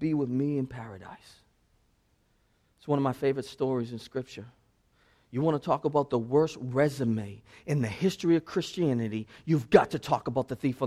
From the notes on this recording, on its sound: This sermon was preached at Restoration Road Church on November 6, 2016.